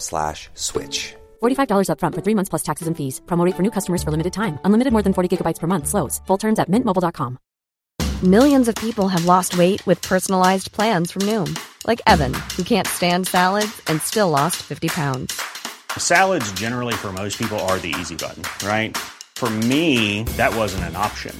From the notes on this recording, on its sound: recorded at the woodland pioneers event